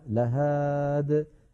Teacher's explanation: حذفت الياء من آخرها على نية الوصل فنقف عليها لهاد